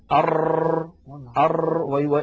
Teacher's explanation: التكرير في اللغة هو إعادة الشيء، وعند أئمة التجويد هو ارتعاد طرف اللسان حتى يتكرر الحرف المنطوق. والتكرير صفة لحرف الراء، وهي تذكر لتجتنب لا ليؤتى بها.